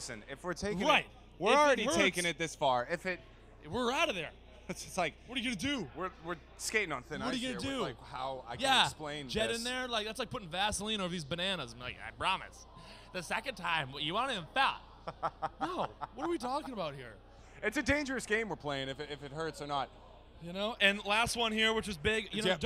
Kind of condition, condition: setting, busy venue